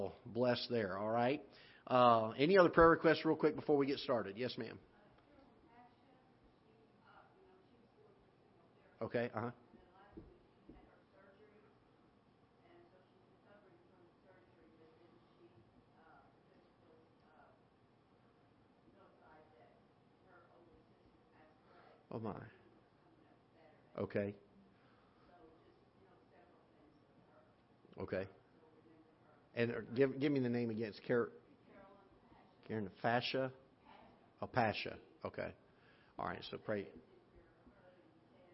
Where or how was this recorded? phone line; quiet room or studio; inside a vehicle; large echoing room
large echoing room